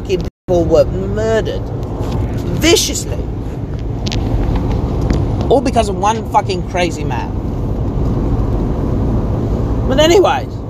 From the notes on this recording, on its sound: I ramble about things in the car once more.